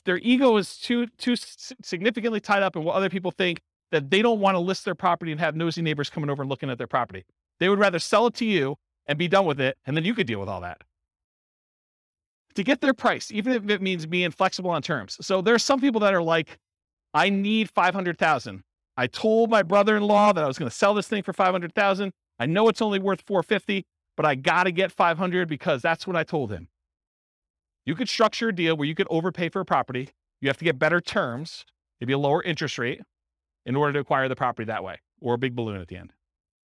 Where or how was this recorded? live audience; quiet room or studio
live audience